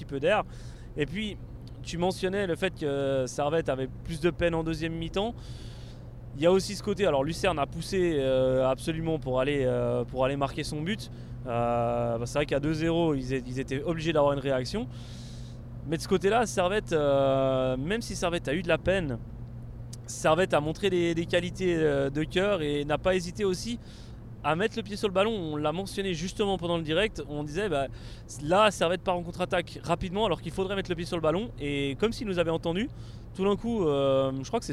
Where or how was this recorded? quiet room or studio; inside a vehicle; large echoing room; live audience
inside a vehicle